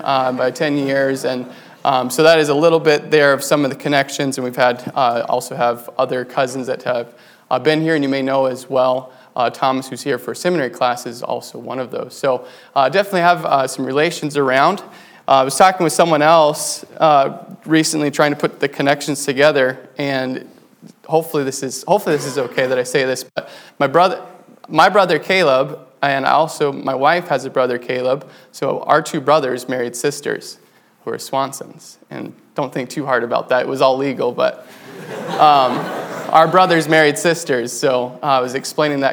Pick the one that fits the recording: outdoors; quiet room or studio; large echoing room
large echoing room